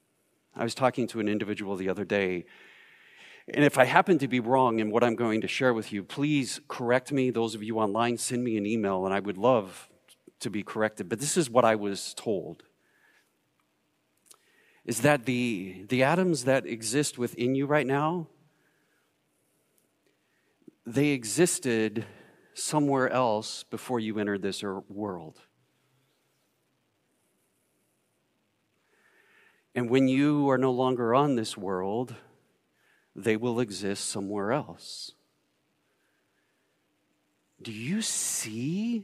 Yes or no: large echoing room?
yes